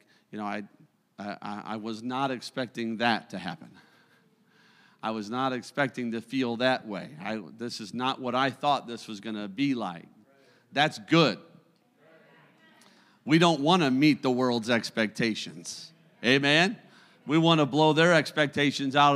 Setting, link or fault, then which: setting, large echoing room